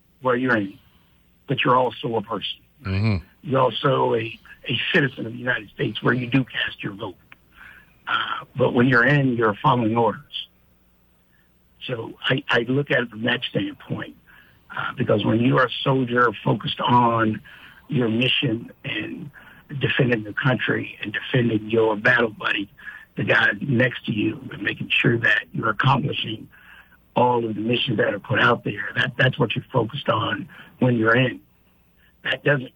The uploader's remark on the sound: speaks on the phone